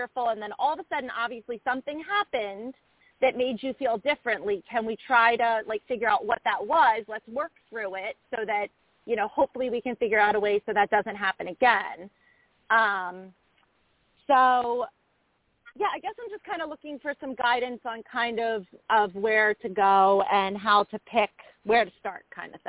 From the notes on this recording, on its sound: a mom who called